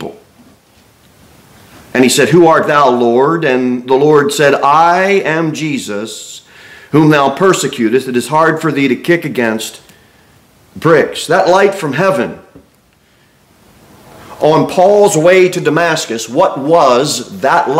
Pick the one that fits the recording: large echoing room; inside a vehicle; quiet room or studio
large echoing room